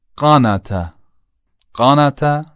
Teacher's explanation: یه خورده غلیظ کنید صدا رو و حالت الف بهش بدید، به راحتی طا تلفظ میشه